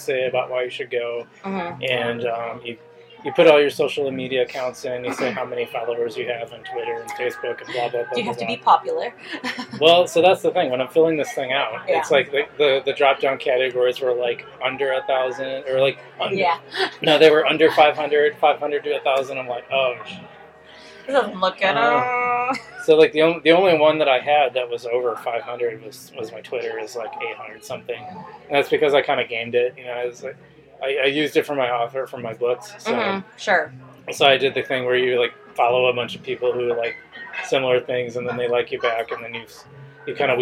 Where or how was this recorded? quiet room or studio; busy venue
busy venue